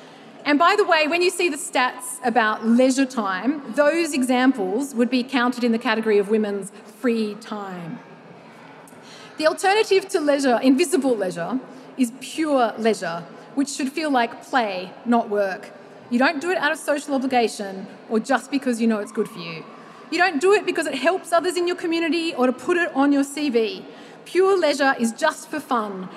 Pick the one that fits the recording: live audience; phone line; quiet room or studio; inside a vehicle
live audience